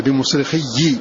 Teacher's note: فقرأ حمزة بكسر هذه الياء المشددة بمصرخي، وقرأ غيره بفتحها: ما أنا بمصرخكم وما أنتم بمصرخي.